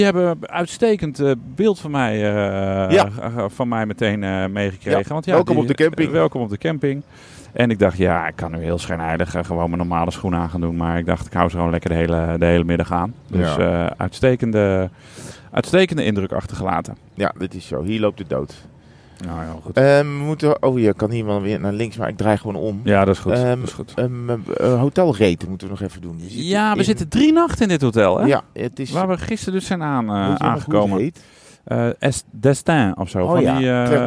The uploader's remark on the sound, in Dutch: Eerst gaat het mis met het introgeluid, vervolgens is het veel te kort rijden naar het hotel van Bilbao waardoor we om moeten rijden om de gewenste podcastlengte te halen.